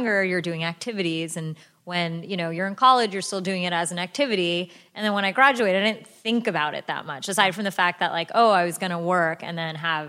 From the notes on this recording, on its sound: a live recording